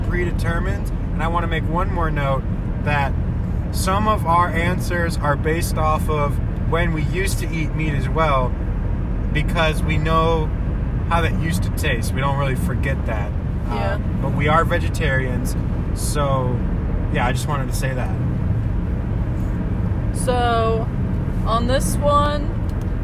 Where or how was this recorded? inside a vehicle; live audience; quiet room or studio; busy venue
inside a vehicle